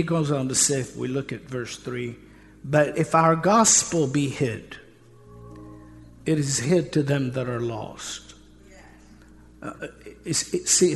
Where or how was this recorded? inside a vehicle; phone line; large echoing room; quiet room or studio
large echoing room